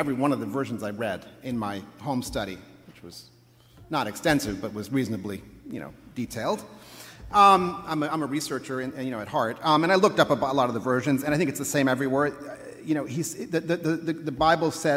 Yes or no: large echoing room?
yes